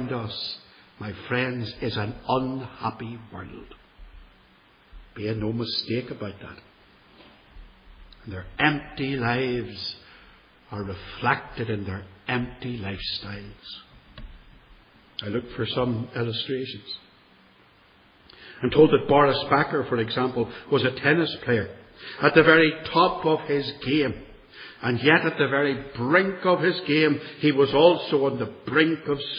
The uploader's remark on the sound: This one dates from 2013, and was preached at Templepatrick Reformed Church, and is reproduced here without editing.